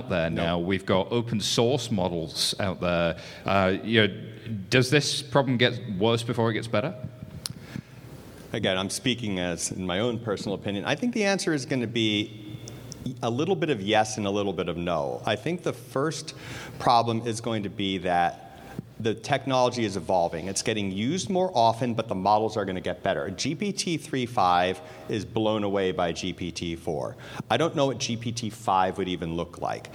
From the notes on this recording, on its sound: This recording is from Fintech Nexus USA held at the Javits Center in New York City on May 10-11, 2023. Session: "ChatGPT and Fraud/Scam Implications" from the Fraud Fight Club Track, sponsored by Mastercard.